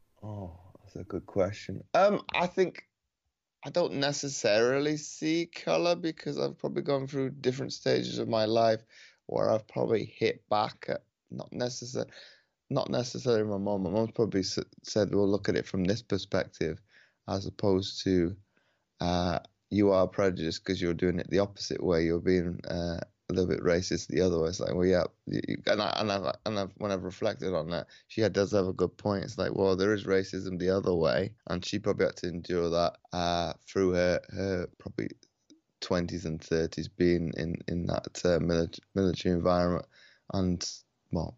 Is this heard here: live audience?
no